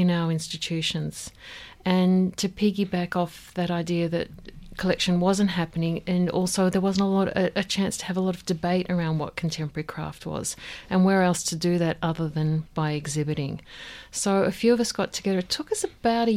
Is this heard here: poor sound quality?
no